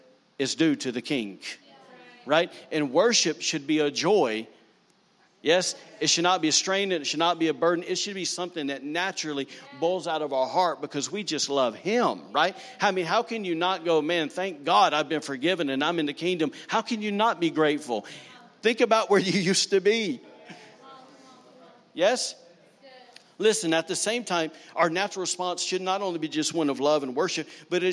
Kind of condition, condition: setting, live audience